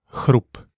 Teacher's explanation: the Czech P, T, and K are not followed by an aspiration like in English, unless they are at the end of the word · The aspiration is much less than in English, even at the end of the word.